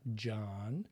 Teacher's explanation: The backwards A is the sort of Midwestern John. And then the N.